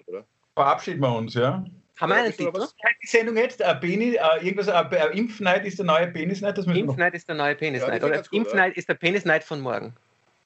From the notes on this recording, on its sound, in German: Aufzeichnung einer ZOOM Session vom Montag, 18.